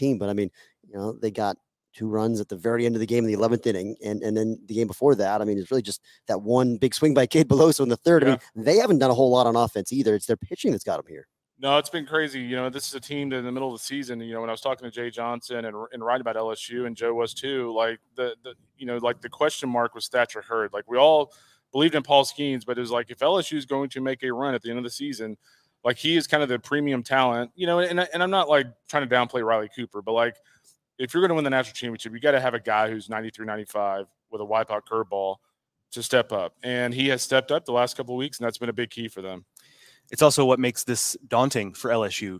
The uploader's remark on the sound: LIVE FROM OMAHA